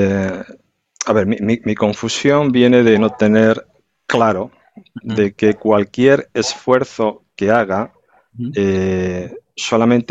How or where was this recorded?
video call